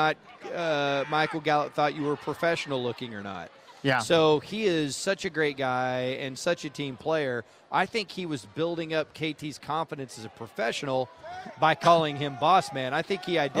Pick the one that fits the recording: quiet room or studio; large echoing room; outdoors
outdoors